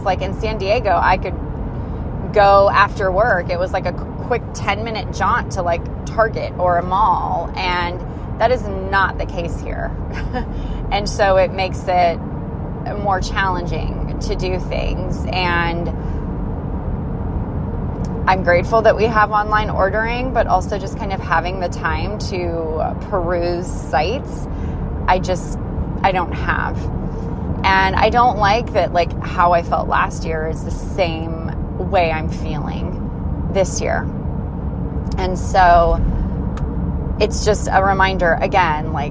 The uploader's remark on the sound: This episode was recorded while en route to the only "mall" we have in Missoula.